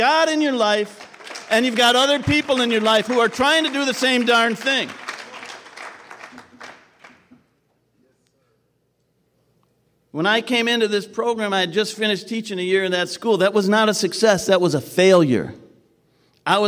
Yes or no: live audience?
yes